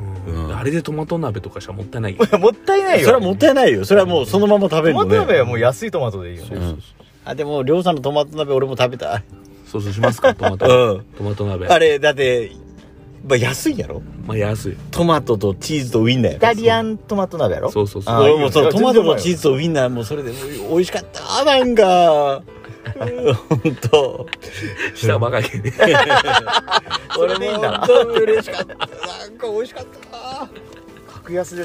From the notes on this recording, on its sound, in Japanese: 庭にマットを引いてたんですが、雨が降り出して車の中へ。金曜日の焚火会3人で収録しております。